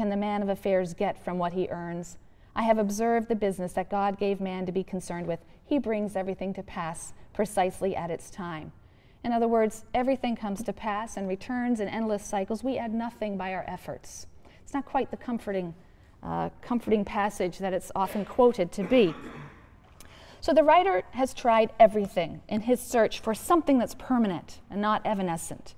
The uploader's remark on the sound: The audio to this episode comes from Lecture #21 in the 2006 YouTube Lecture series